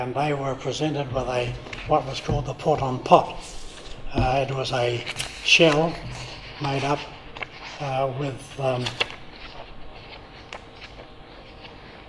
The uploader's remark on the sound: live at the Wings Over New Zealand Forum Meet